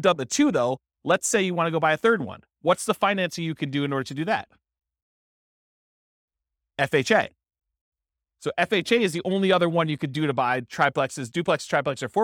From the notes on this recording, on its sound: This was a live class recorded